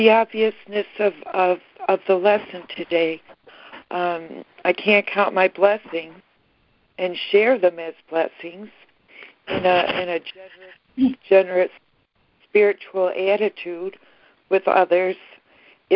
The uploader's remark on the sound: ACIM Daily Conference Call